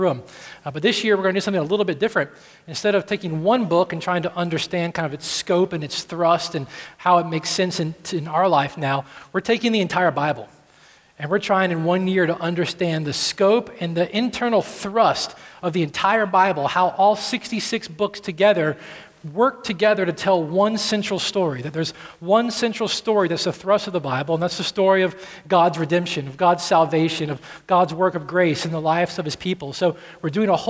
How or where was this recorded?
large echoing room